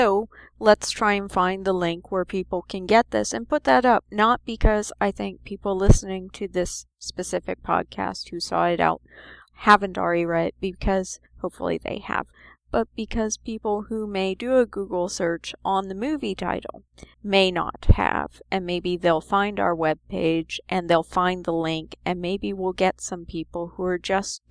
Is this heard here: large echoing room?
no